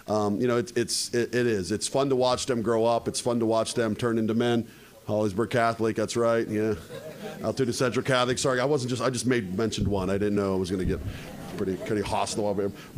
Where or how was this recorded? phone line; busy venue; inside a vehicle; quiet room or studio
busy venue